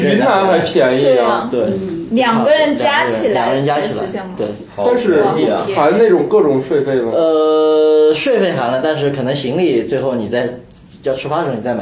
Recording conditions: poor microphone